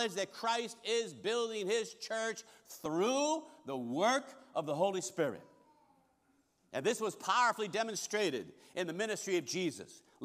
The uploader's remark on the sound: Recorded service from August 20, 2023.